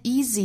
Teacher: 我们讲到这个词它其实两个元音都是相同的。一个是长音一个是短音但是它们呢都是紧音 e。